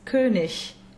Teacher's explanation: ig at the end of a word is open i followed by a c cedille, just like the first person pronoun I, ich.